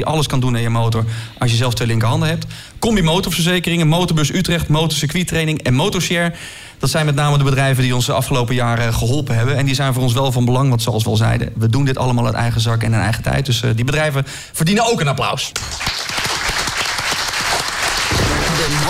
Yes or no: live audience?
yes